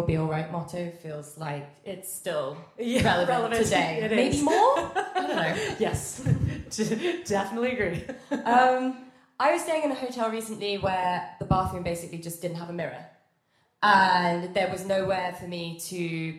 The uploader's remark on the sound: Heading to Los Angeles. At the Ace Hotel Downtown Los Angeles for our third live taping of the podcast. To all of you that came to listen to us IRL.